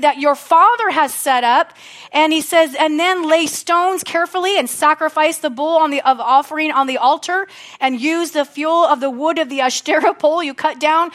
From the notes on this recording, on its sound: from the Sunday service on May 14, 2023 at Harvest Bible Church in Stockton, CA